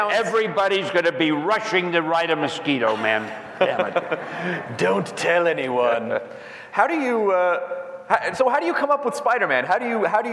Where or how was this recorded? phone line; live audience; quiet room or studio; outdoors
live audience